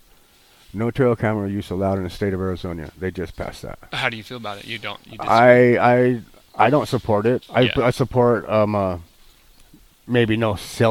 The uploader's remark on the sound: Sit outside in the beautiful woodlands of southern New Mexico.